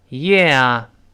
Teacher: 如果读得很慢呢，能听到非常清晰，先发 e 再发啊这个声音